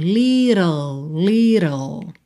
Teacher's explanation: a gente tem o rarara e depois o L direto